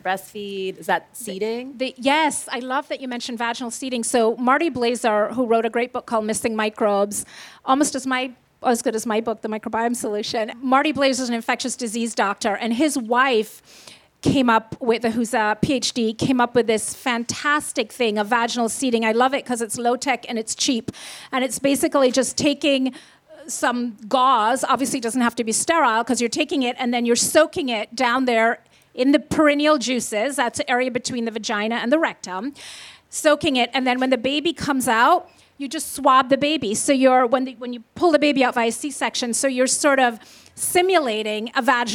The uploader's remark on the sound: on stage at In goop Health Los Angeles